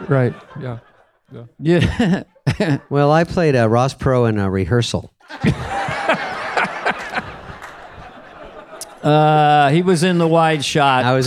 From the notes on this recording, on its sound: Live from Largo at the Coronet.